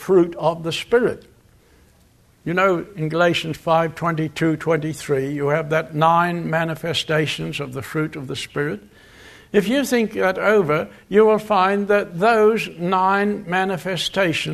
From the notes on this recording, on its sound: Location: Grace Bible Church Anderson. Guest speaker at the Fall Bible Conference at Grace Bible Church in Oct.